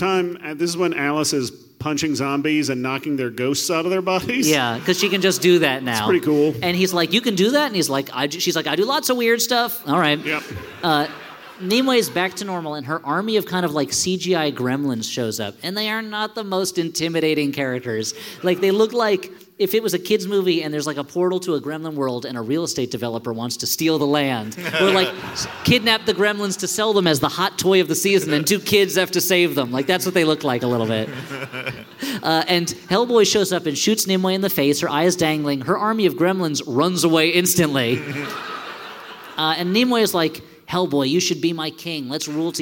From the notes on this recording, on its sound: This full-sized live show. Here's our live Hellboy (2019) show from The Parkway theater in Minneapolis, MN!